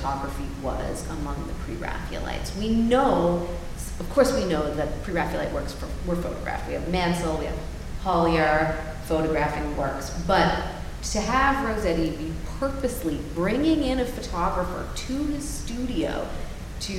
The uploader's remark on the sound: We are live in front of a studio audience at Delaware Art Museum for the Pre-Raphaelite Weekend celebrating the launch of 'The Rossettis'. Answering questions from the audience.